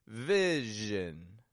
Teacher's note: Notice the stress is in the first syllable there, v, where the zhin is quick and quiet, unstressed.